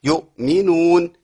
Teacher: الهمزة فيها قطع صوت ونفس، يؤمي لكن ما إيه، ما قلش ما تنفعش.